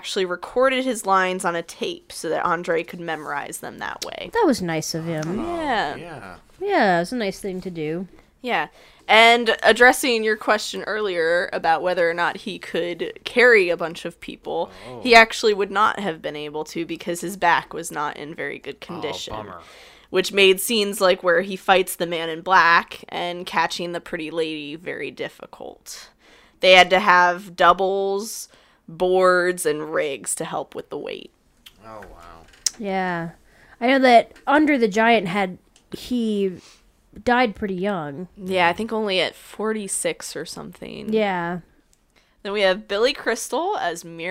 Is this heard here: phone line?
no